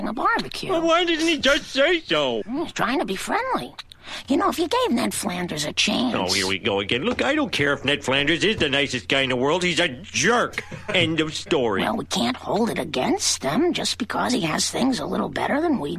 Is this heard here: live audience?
no